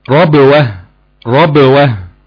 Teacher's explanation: لازم تعمل شدة وجهر في الباء. الشدة والجهر يعني حبس الصوت وحبس النفس.